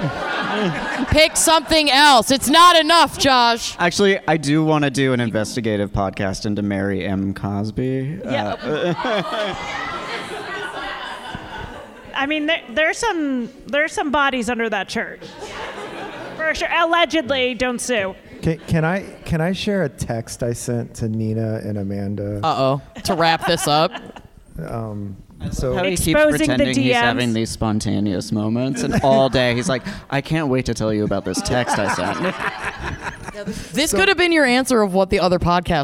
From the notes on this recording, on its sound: True Crime Live Panel. For a live panel from the Berkshires.